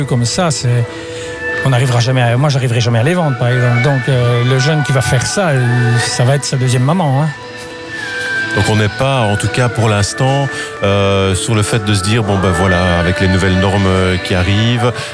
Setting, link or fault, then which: setting, busy venue